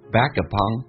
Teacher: Back upon 有一个连音，那个 k 要浊化成 g